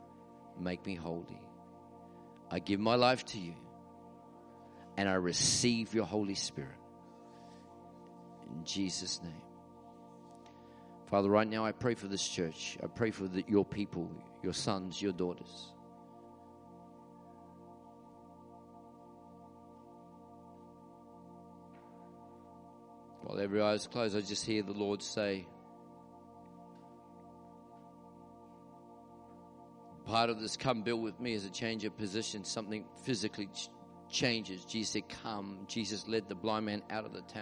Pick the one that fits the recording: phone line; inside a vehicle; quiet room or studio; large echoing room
large echoing room